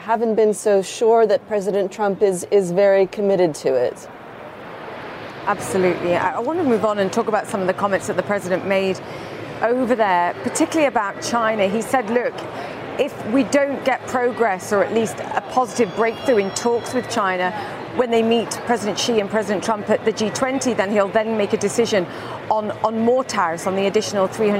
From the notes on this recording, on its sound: live from the New York Stock Exchange